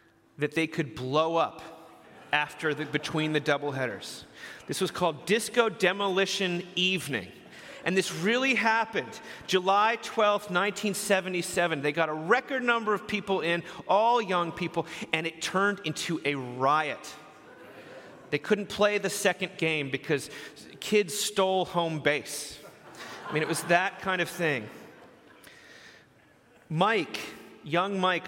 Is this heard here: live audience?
yes